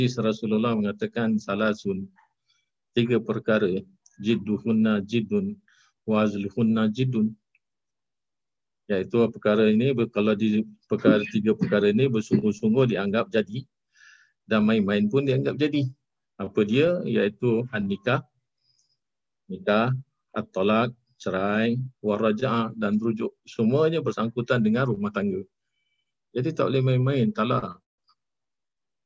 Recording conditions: video call